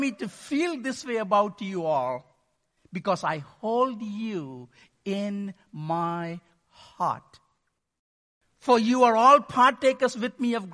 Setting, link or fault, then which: setting, large echoing room